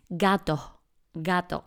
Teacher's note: decimos algo como gato, gato. Es como una H aspirada.